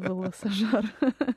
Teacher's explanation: that was a nice Russian velarized L there